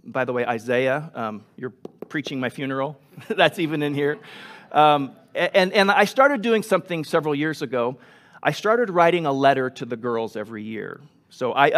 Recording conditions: large echoing room